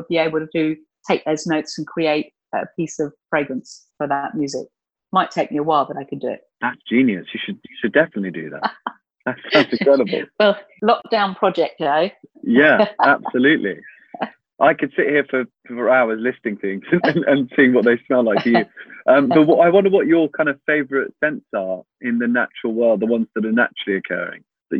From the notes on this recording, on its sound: We recorded this episode via Zoom, and we were at the mercy of my provincial internet connection, so I hope you don’t mind if I sometimes sound a little muffled.